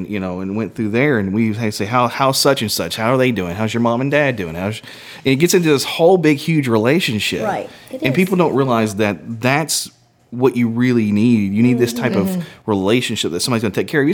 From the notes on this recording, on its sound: recording the show on site at the Hair Flair Salon in Shelbyville, KY